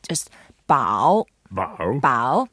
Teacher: Bao is a third tone. So the way to get the sound right, we go down first, then up.